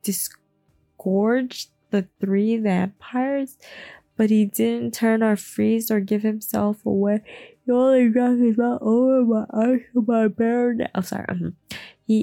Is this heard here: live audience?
no